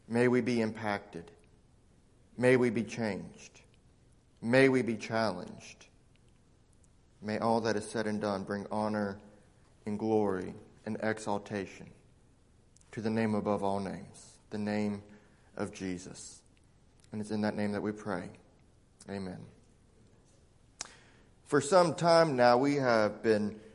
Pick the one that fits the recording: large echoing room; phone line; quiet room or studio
large echoing room